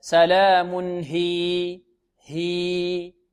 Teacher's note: لأن الياء أصبحت ساكنة وقبلها كسر، فتصير ماذا؟ حرف مد ولين